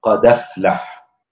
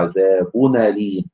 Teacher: ينقل حركة الهمزة إلى الحرف الساكن قبلها ويحذف الهمزة، يعني إذن النقل دائما يصاحبه إسقاط للهمزة أو حذف لها، فهو يعني يحذف الهمزة ويأخذ حركتها فيحرك بها الساكن قبلها. · Term: تخفيفه بالنقل